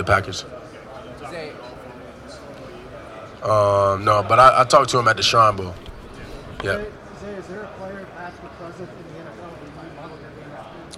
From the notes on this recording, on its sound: Press Conference from the NFL Combine. At the 2023 NFL Scouting Combine.